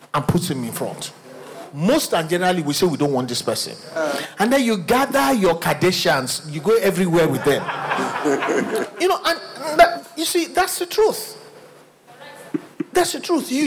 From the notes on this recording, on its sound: Recorded LIVE at our Interactive MidWeek Service